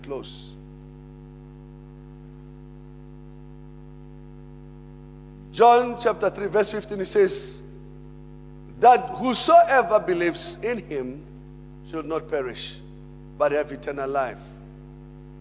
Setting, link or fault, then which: setting, large echoing room